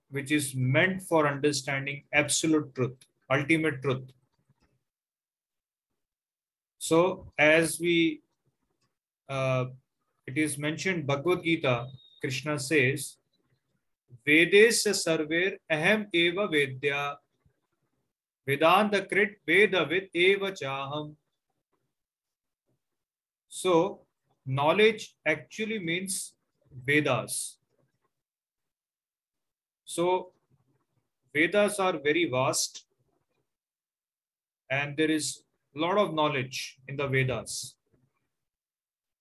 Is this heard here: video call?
yes